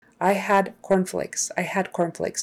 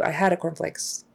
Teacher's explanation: Your voice has to stop for a split second right before you produce the cornflakes. · Shown in: first take · As soon as your tongue leaves the d behind the teeth, it's got to stop.